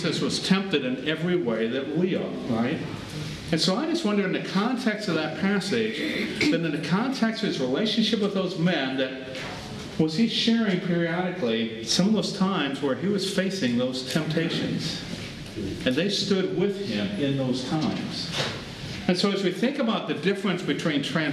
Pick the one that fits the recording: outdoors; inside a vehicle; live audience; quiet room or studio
live audience